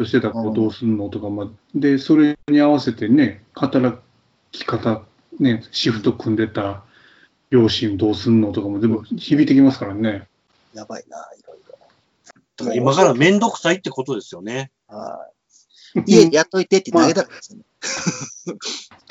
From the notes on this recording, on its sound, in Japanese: 自粛期間中のオンライン飲み会を収録してみました。酔っ払いのダダ喋り。